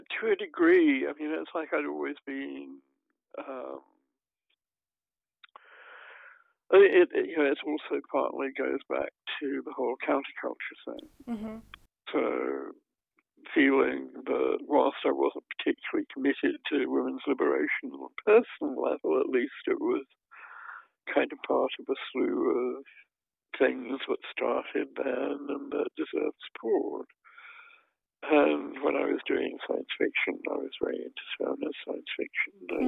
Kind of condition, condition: link, phone line